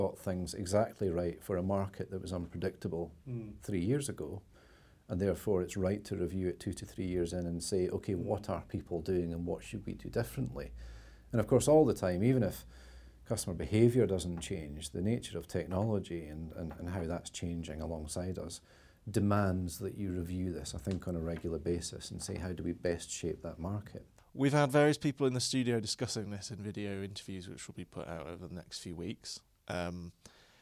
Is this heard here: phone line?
no